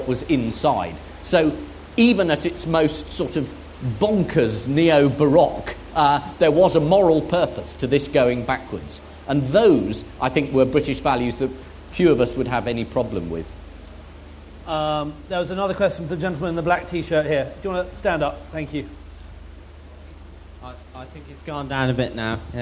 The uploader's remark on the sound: Recorded at Chalke Valley History Festival 2016.